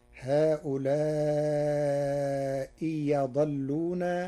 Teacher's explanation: قال الله تعالى: هؤلاء أضلونا. قرأ ورش كلمتي هؤلاء أضلونا بإبدال الهمزة الثانية ياء، فتصير هؤلاء يضلون على لغة بعض العرب.